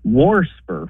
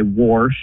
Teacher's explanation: warsper with an extra R thrown in there · Term: R insertion